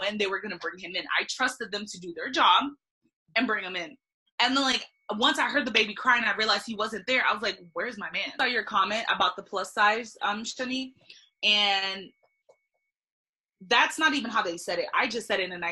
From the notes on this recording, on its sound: I am having a vent session with some of my friends via zoom